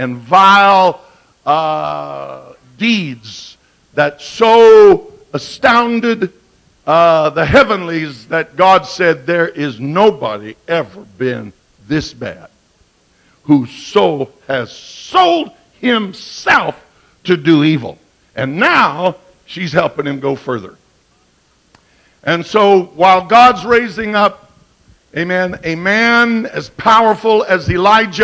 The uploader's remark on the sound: at Calvary Pentecostal Church in Jeanerette at the Jeanerette Bible Conference 2008